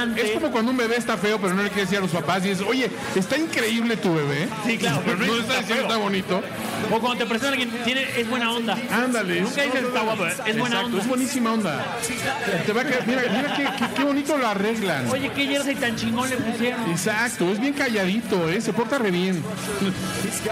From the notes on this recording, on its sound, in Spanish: Grabamos desde el Pinche Gringo BBQ Patio, en la colonia Narvarte. Una enorme cantidad de invitados.